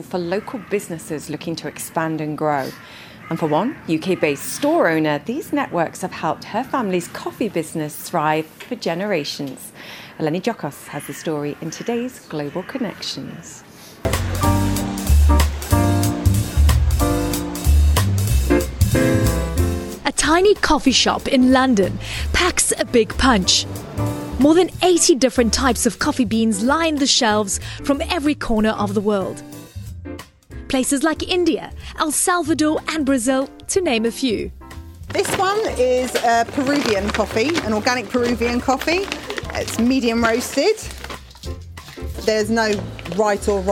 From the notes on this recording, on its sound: Today's show comes to you live from the World Economic Forum in Davos, Switzerland - the first in-person WEF since the pandemic began.